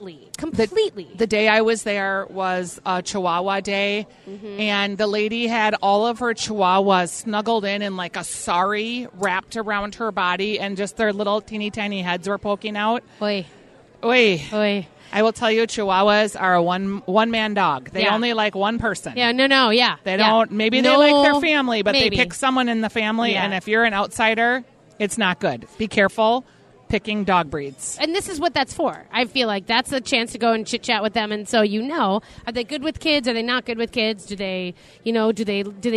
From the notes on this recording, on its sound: A Groom's Dinner at the State Fair? It's Day 10 from the Minnesota State Fair. Live from the Hamline Dining Hall.